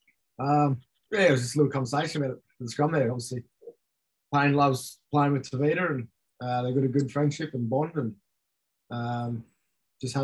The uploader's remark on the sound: Talked to media over zoom whilst at the South East Queensland relocation HUB.